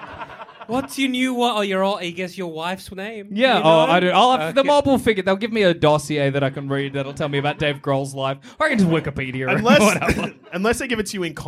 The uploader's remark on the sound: Recorded in 2020 at The Comedy Republic